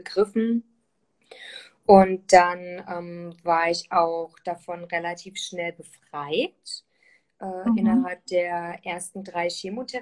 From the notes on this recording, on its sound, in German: die ich auf live auf Instagram geführt habe